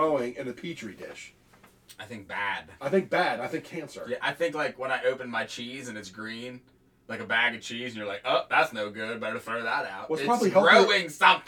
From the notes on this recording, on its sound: there will probably be a problem with the recording.